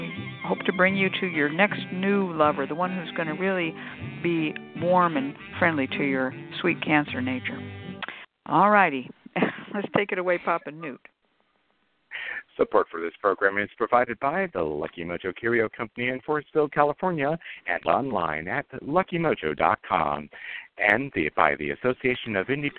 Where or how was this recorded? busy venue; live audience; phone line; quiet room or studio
phone line